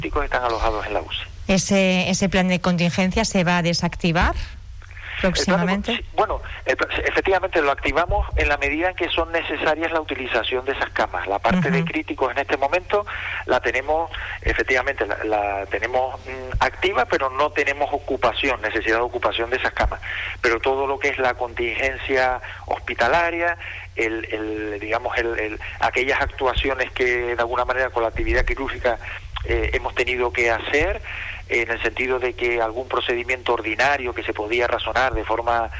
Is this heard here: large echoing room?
no